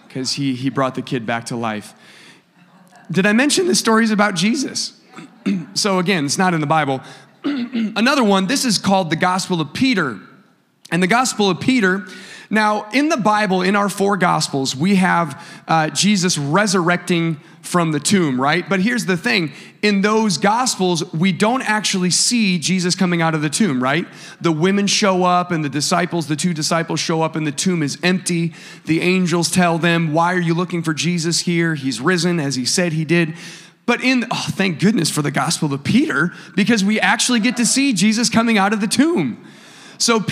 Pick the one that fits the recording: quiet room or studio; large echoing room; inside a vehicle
large echoing room